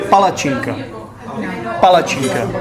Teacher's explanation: Ale co se týče přízvuku, tak všechno je to na první slabice.